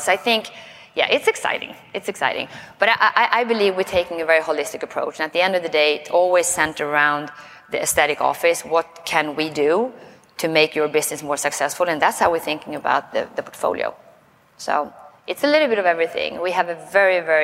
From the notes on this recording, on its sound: Doing a LIVE For the Record episode over lunch at Aesthetic Next 3.0.